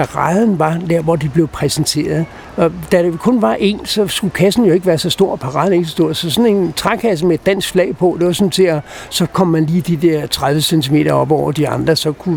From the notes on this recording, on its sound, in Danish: Optaget på Nimb Bar, Tivoli, København.